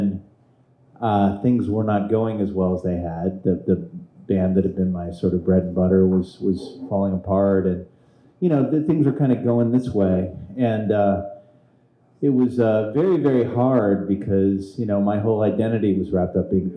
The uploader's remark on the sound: Our first ever live episode! At Vinyl Tap in East Nashville.